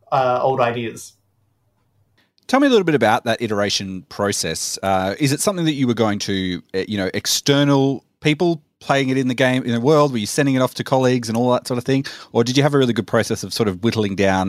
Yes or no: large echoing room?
no